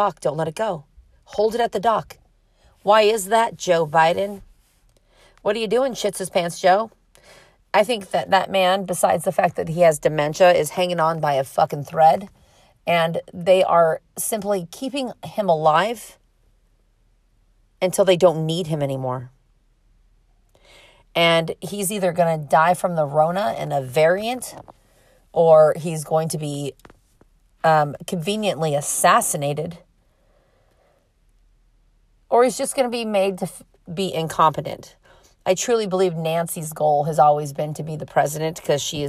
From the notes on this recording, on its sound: Me in my car